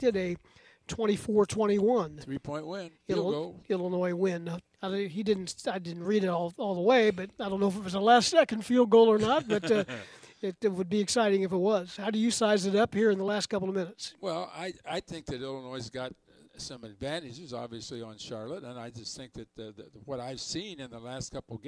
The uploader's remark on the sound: live from the Memorial Stadium press box